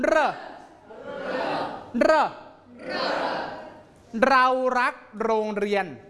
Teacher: มีการสัมผัสเพดานแล้วก็เกิดการสั่นขึ้นออกเป็นเสียงเร · Term: รัวลิ้น